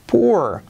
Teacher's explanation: Una U que tiende a O, pero sigue siendo U.